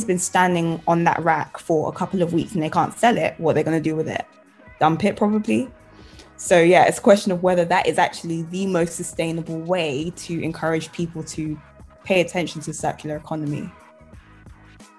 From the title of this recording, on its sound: The Season Finale Instagram Live Q&A